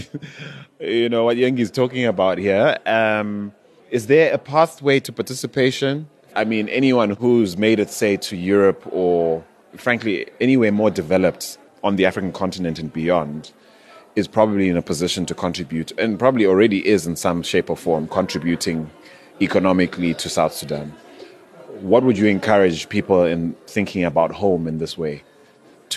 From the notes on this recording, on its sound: This podcast was taped at the fringes of SPARK’s 7th Annual IGNITE Conference in Amsterdam. A premier gathering of refugees, entrepreneurs, educators, private sector actors, government leaders, academics and NGOs.